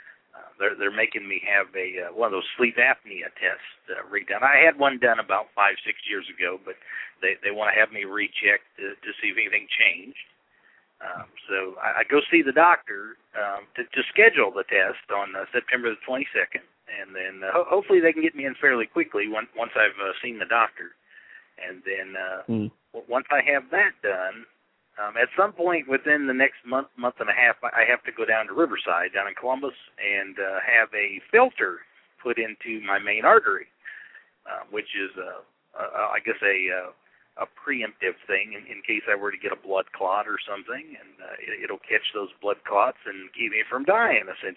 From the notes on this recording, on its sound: taking a couple of phone calls